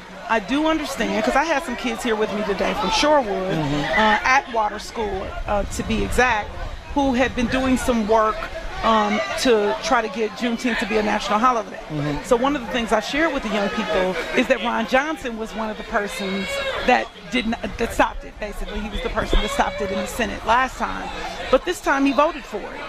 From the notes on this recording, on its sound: LIVE from Juneteenth 2021